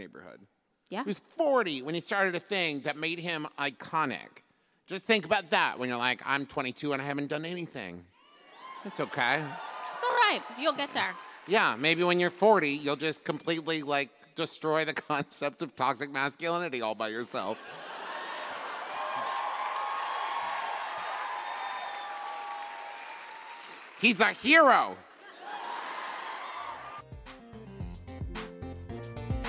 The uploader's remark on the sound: recorded LIVE in San Jose!